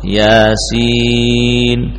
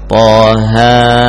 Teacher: Ya, jadi jangan panjang-panjang. Kalau kita membaca surat Yasin, huruf ya-nya cukup 2 harokat.